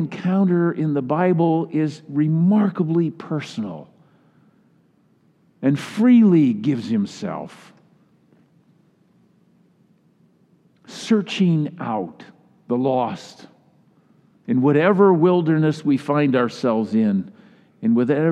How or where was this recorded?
large echoing room